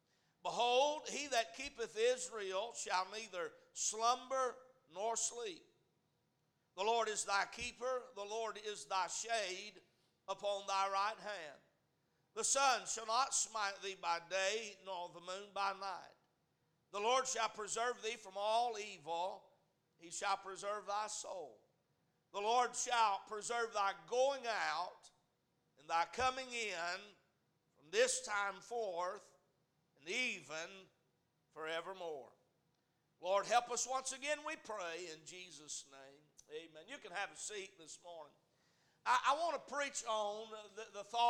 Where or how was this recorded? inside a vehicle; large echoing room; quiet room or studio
large echoing room